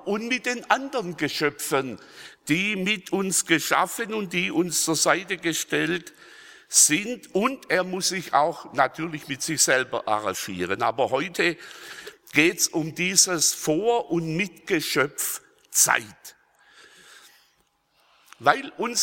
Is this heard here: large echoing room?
yes